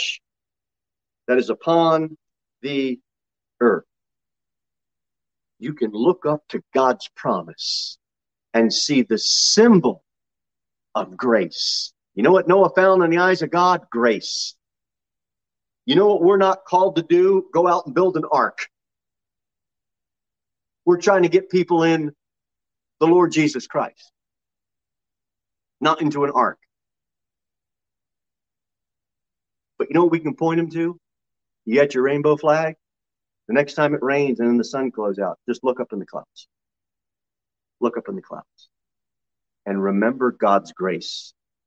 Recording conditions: large echoing room